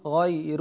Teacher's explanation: ورش هنا يرقق الراء